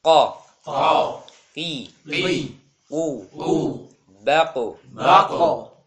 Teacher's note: Ya, suara qalqalah huruf qaf. Qalqalah huruf qaf adalah ke arah huruf O. Ya, bukan O, tapi O.